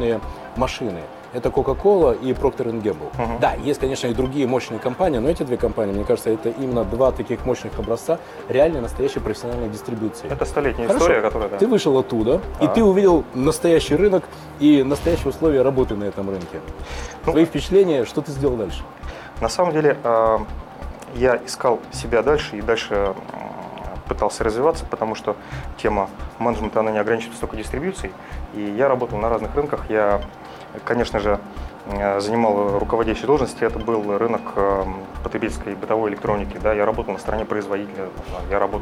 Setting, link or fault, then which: setting, busy venue